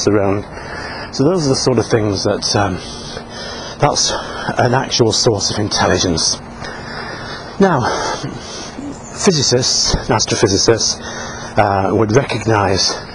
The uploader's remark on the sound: While out walking his dog, Fraser.